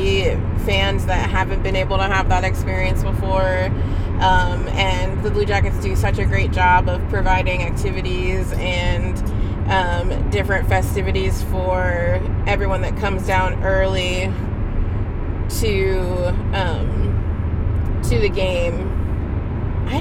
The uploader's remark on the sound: Opening Night Carcast